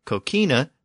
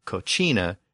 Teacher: that hard K sound in the middle shifted to the newer CH sound. So coquina became cochina and then kitchen over time.